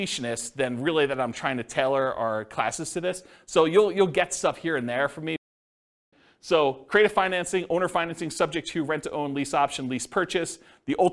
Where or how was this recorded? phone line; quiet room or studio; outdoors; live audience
live audience